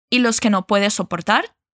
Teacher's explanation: atención a la palabra soportar, que la decimos so y no su como en portugués